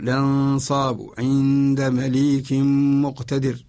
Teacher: أما إذا كانت مخفاة فلا تقرأ مظهرة، وإنما تقرأ بصفة بين الإظهار والإضغام، نترك لها غنتها، نقرأها بغنتها ولا نظهرها برأس اللسان · Term: النون المخفاة